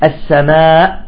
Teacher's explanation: تحبس الهمزة في الحلق، تغلق مباشرة الوترين الصوتيين